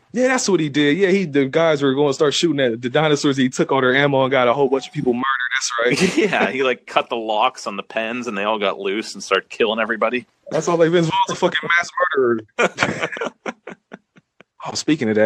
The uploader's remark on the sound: We found out about a new app that can record multiple people at once over the phone.